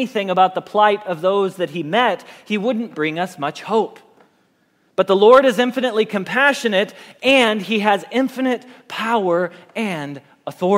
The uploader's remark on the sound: Message Preached at Valley Creek Church